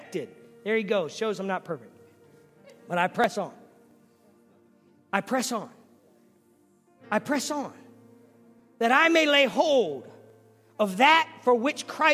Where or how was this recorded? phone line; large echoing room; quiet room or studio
large echoing room